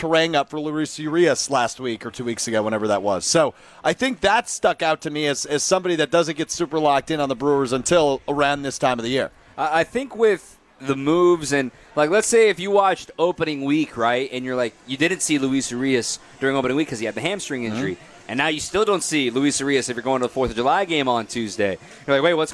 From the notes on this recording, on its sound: live from Summerfest